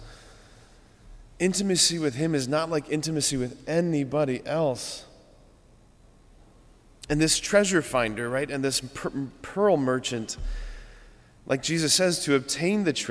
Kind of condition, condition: setting, large echoing room